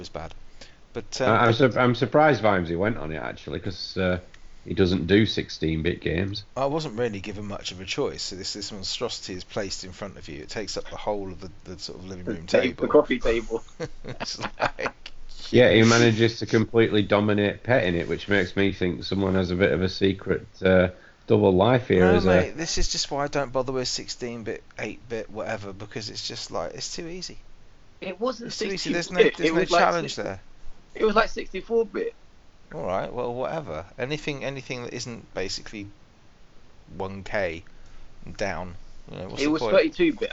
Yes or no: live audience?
no